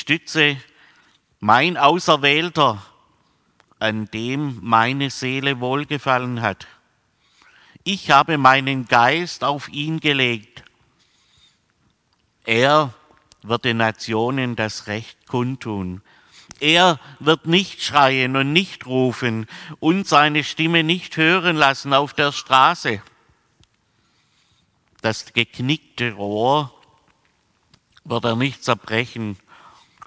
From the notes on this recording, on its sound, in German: aus dem Classic-Gottesdienst der Missionsberg-Gemeinde (LM)